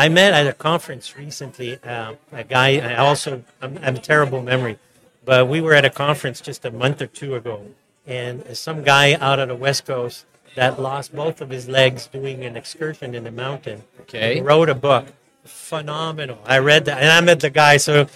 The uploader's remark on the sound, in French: En direct du Hardtech à Toronto